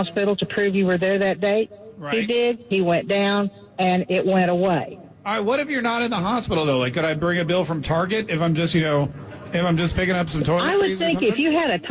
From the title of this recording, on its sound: Live on Location at MAIN EVENT!